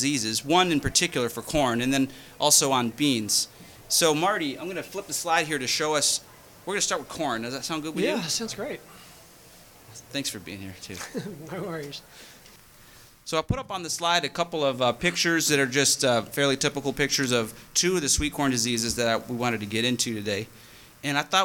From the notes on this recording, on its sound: Live from Great Lakes EXPO. Three university researchers agreed to be interviewed and recorded for this live and in-person show.